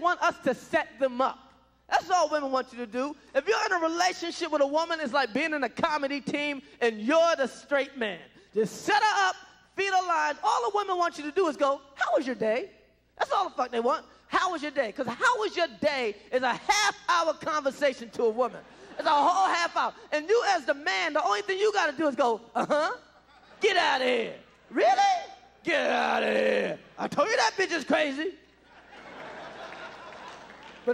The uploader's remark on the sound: performed at the Just for Laughs Festival in 1996